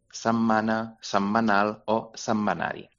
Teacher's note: Llavors s'ha de pronunciar, ho tenim de dues maneres, o setmana, que és l'opció més general, o setmana, que és més habitual en tortosí o en valencià. Aquí tenim el fenomen de la assimilació, és a dir, que la lletra T s'assimila al so que ve a continuació. Així que hem de dir setmana, setmanal o setmanari, com si fossin dues emes.